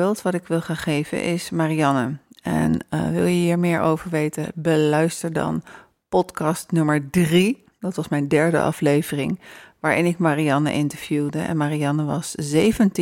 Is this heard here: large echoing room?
no